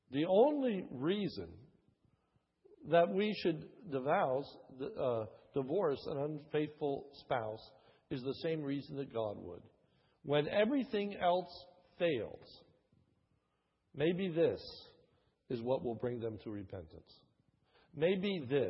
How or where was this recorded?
large echoing room